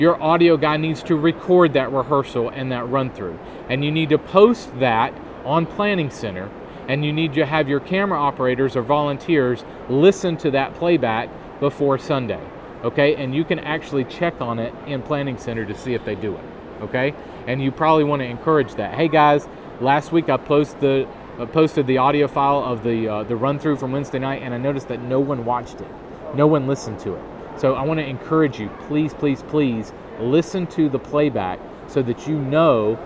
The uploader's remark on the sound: we are recording the show in Nashville, TN at the National Religious Broadcasters Convention